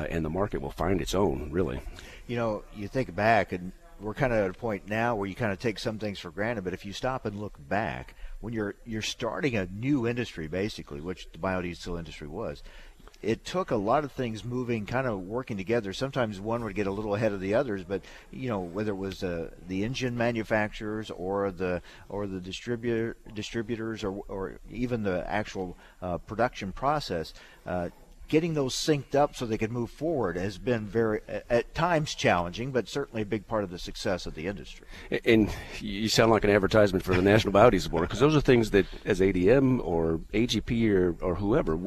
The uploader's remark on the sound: from the National Biodiesel Conference in San Diego